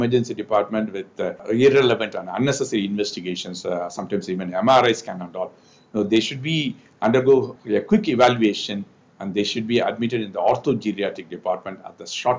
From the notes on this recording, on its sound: Online Webinar by OrthoTV. Kauvery Hospital.